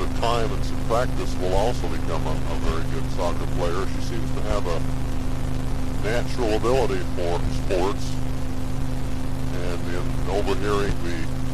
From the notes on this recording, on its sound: CGA Journal - Driving to Work.